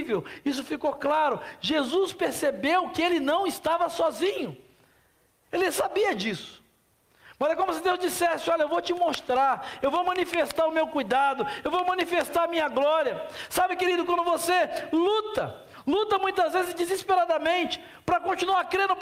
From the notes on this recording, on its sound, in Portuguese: na Celebração ao vivo do último domingo